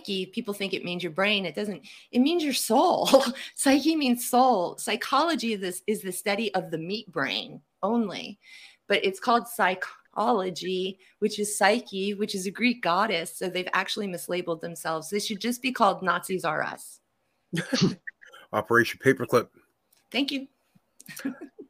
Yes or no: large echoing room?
no